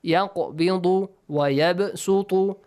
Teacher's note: قاف ساكن با ساكن قلقلة Echoing sound